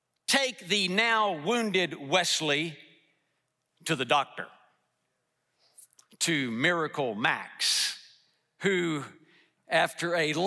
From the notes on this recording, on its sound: delivered a message in #SWBTSChapel